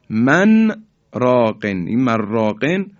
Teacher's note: در عبارت من راقن در سوره مبارکه قیامه آیه 27 نون ساکنه در حرف را هم اظهار میشه